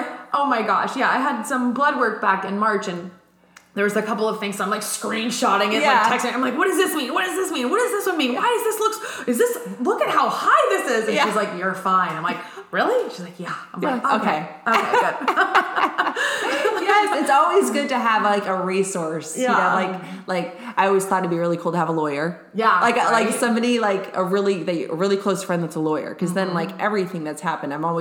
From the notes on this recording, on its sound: Apologies for the slight echo!